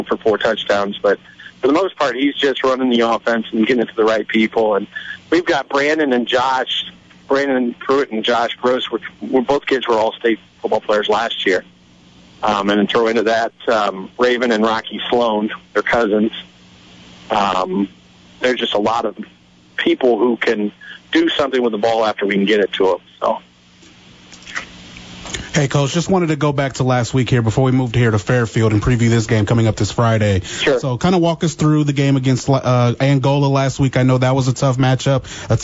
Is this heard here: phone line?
yes